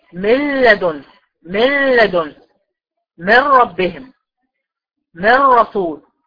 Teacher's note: مفيش اصل للنون خالص خالص، ولا اسم ولا صفه ولا كان النون موجوده · ادغام كامل خالص، بس ايه؟ ادغام كامل بايه؟ بغير غنة. ادغام كامل بغير غنة.